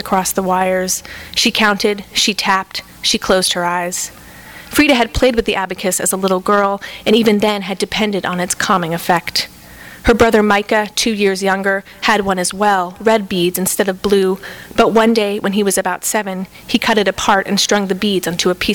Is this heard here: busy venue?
yes